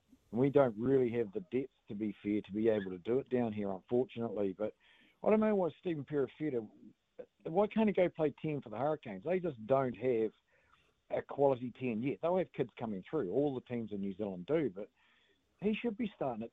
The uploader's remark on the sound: The phone lines were open to all listeners.